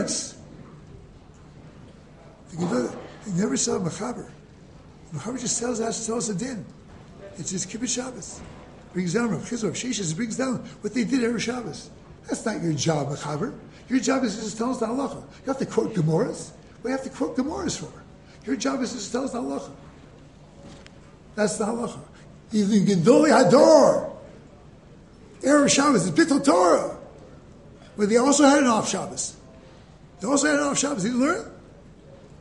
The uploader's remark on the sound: Delivered in the Glueck Beis Medrish